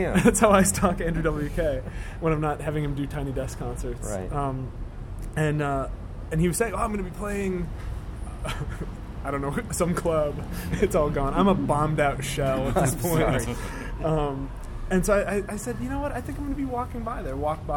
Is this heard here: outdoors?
yes